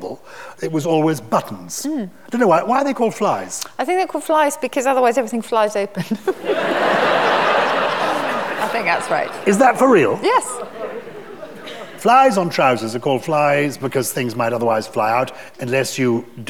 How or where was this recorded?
live audience